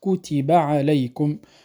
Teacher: الكاف والتاء والباء الثلاثة حروف متساوية في زمنها، كتب عليكم، فلا نقول كتب، نختلس حرف.